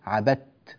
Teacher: كذلك ننبه إلى قوله تعالى ولا أنا عابد ما عبدتم، عبدتم هنا الدال أدغمت في التاء، هذا يسمى إدغام متجانسين صغيرا، يعني الدال والتاء من جنس واحد، من مخرج، من نفس المخرج، ولذلك تدغم الدال في التاء